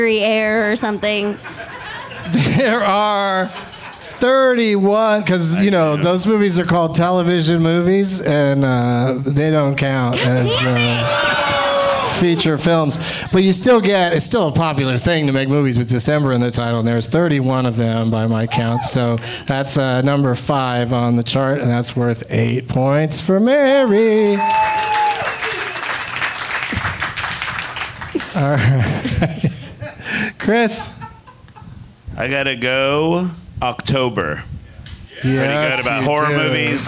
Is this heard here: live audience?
yes